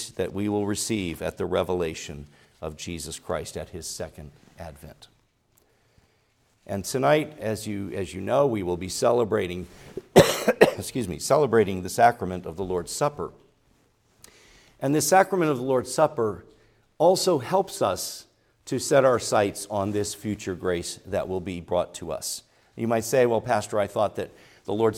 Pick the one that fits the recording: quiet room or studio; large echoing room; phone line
large echoing room